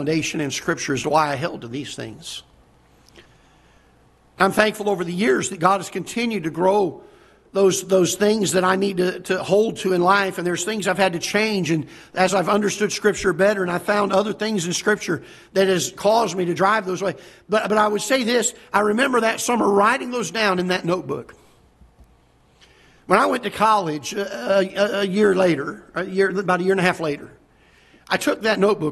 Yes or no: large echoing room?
yes